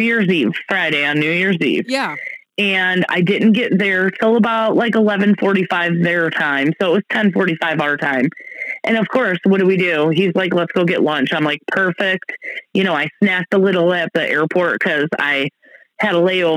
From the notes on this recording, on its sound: Forgive our sound. Had to call in again because it's her turn being sick!